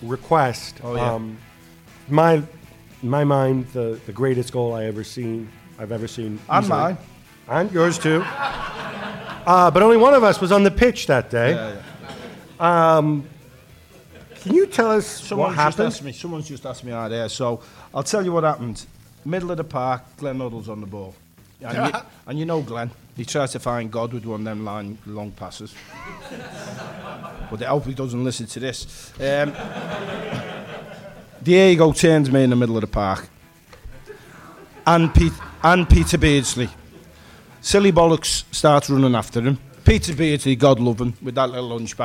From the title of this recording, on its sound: Live from Liverpool